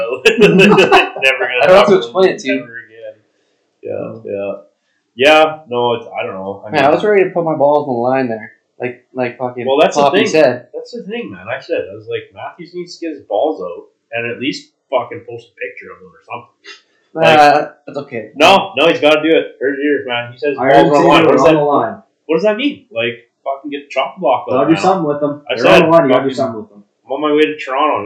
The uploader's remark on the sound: The boys are trying some new mics in this episode so bear with us.